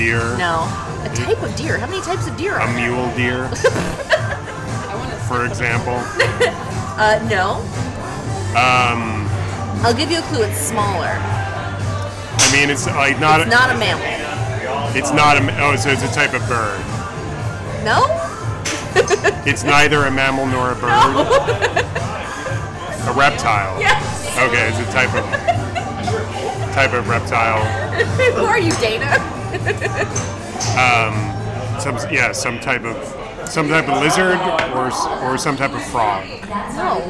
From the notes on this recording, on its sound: Recorded live (to tape) at the Topgolf in Tucson, AZ on February 19, 2023